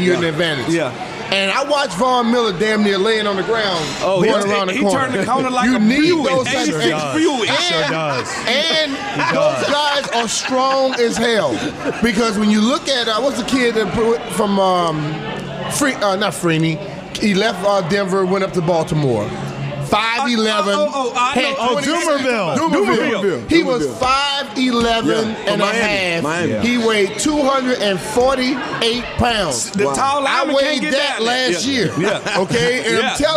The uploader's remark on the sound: Live show at Matchbox in One Loudoun. The guys answer audience questions.